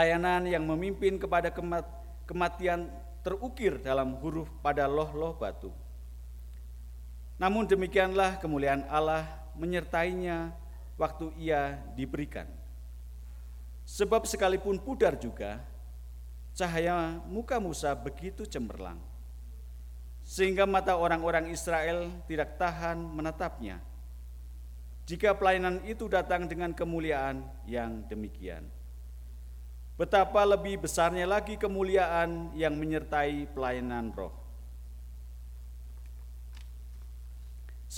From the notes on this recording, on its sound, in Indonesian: Khotbah dan Doa Syafaat rekaman ibadah Minggu Pagi tgl 22 Januari 2023.